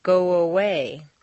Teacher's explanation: if a word ends in O, your lips are going to be in the forward position, so a W, a W, quite naturally leads into the next sound, go away. You don't want to say go away and break the undercurrent of your voice. · Term: glide